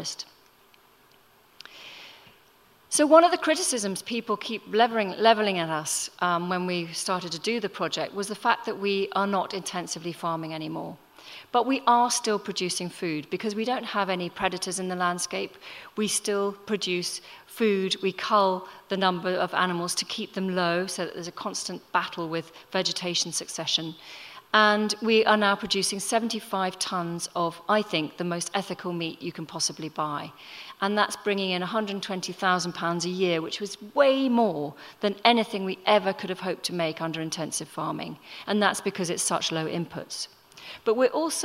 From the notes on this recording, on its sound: Recorded at The Tabernacle in London in May 2018.